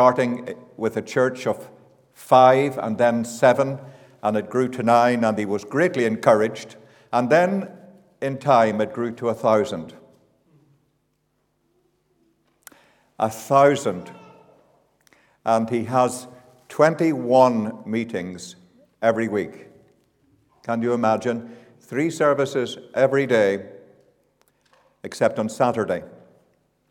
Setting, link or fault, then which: setting, large echoing room